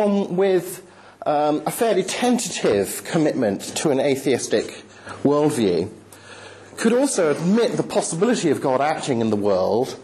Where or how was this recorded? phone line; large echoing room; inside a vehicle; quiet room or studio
large echoing room